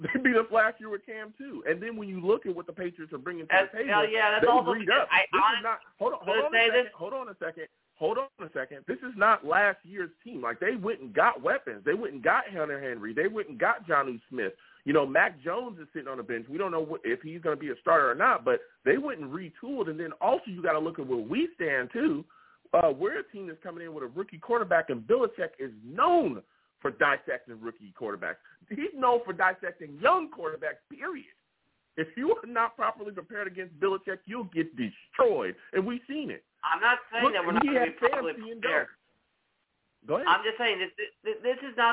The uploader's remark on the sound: I’ll also take live callers!